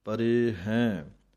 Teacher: ਪਾਠ ਹੈ ਪਰੇ ਹੈ, ਹਾਹੇ ਦਲਾਈਆਂ ਉੱਤੇ ਬਿੰਦੀ ਹੈ, ਇਸ ਕਰਕੇ ਹਾਹੇ ਦੀ ਦਲਾਈਆਂ ਦੇ ਉੱਤੇ ਬਿੰਦੀ ਦੀ ਆਵਾਜ਼ ਨੱਕ ਦੇ ਵਿੱਚ ਦੇ ਕੇ ਬੋਲਣਾ ਹੈ